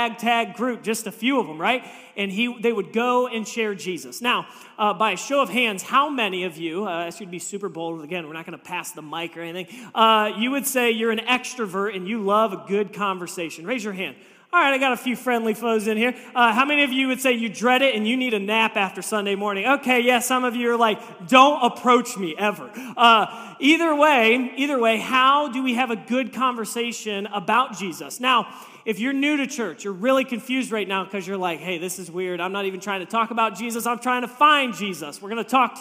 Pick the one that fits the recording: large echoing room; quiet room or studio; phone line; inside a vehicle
large echoing room